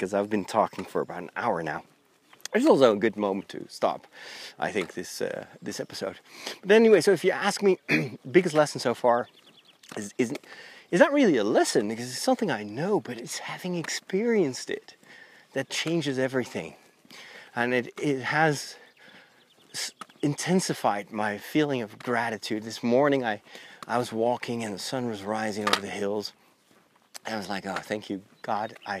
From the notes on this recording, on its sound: In this special episode recorded while walking the Camino.